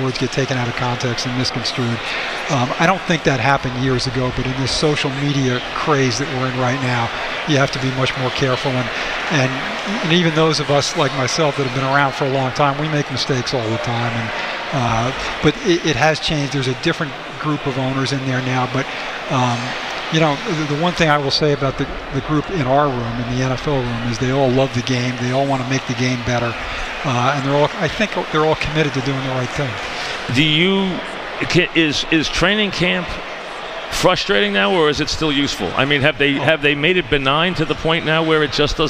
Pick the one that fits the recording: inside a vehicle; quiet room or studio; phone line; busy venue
busy venue